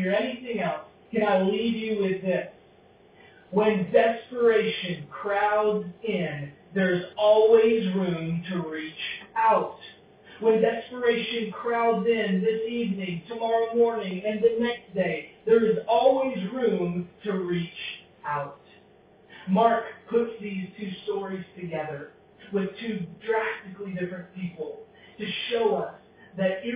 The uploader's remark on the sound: Because the audio quality is not as strong.